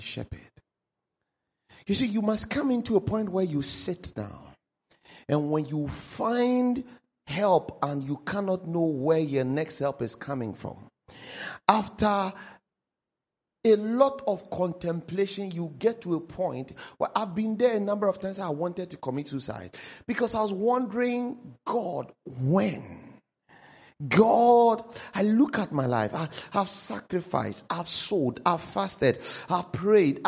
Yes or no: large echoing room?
yes